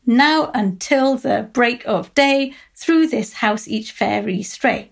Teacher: it has four stresses, tetrameter, rather than five stresses in each line, pentameter. And the stress is on the first syllable rather than the second. · Term: trochaic tetrameter